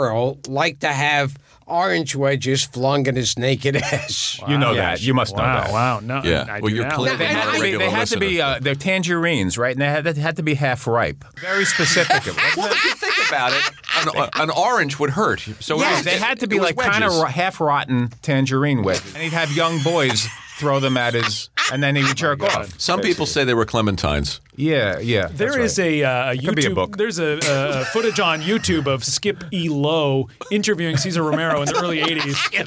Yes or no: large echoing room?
no